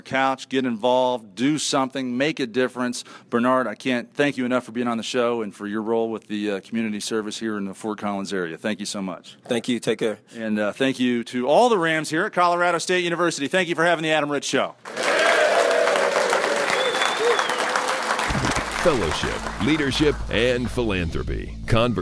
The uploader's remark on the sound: Live at Colorado State University. Today’s show begins in Fort Collins, CO with a live audience at Colorado State University.